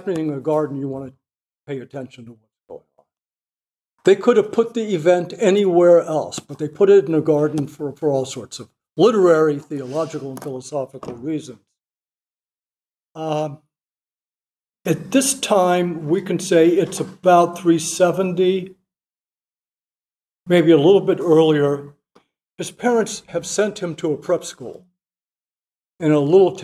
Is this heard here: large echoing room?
yes